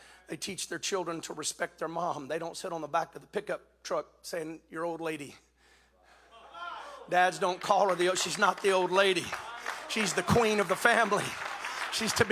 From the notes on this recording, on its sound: spoke this message at the 2021 NTX District Men's Conference